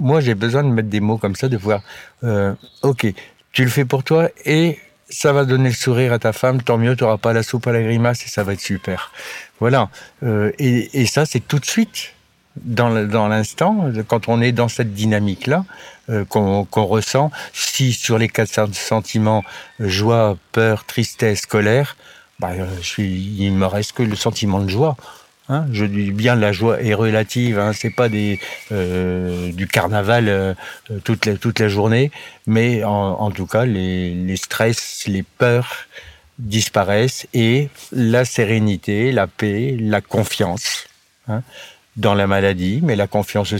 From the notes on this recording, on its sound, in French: L'épisode a été enregistré en extérieur, pardonnez-moi les petits bruits parasites.